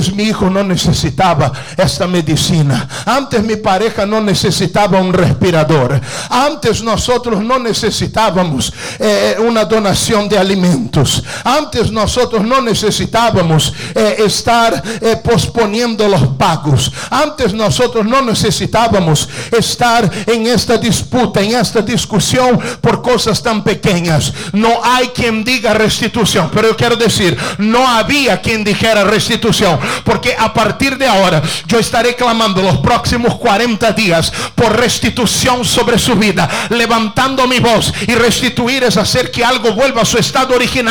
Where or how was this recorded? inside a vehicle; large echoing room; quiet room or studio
large echoing room